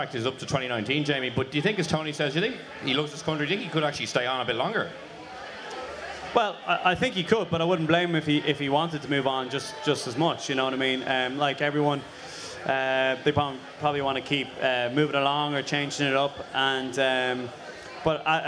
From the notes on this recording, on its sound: At last week's National Ploughing Championships for a special episode of The Left Wing recorded in front of a live audience.